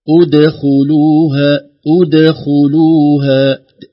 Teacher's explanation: ضمة الشفتين بعد الهمزة مباشرة ترجع الشفتين إلى وضع السكون ثم ترجعها مرة ثانية في نطق الخاء